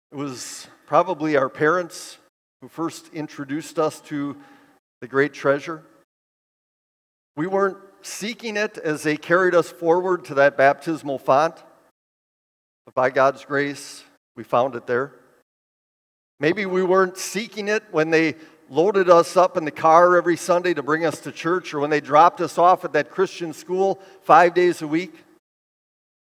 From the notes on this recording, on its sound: preached this sermon at Bethany's Sunday worship on July 30, 2023